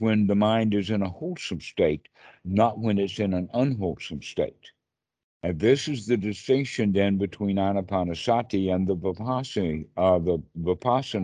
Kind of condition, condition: link, video call